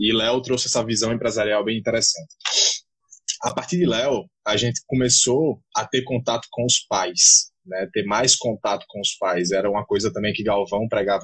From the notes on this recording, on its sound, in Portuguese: gravado durante um bate-papo de super aprendizado por uma live do INSTAGRAM